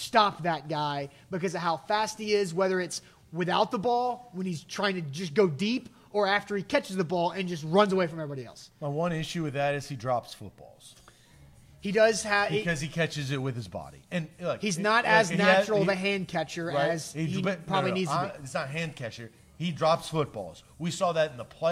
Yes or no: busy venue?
yes